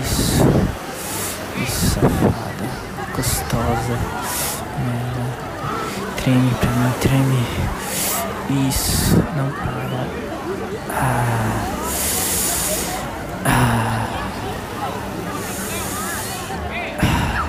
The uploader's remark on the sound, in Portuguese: No alto de uma pedra, daquelas que o pessoal vai para tirarem fotos. E foi gravado justamente em uma pedra dessas!